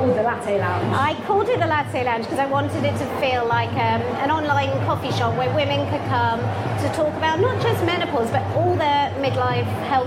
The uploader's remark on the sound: LIVE* recording from The Mind, Body, Spirit Festival, London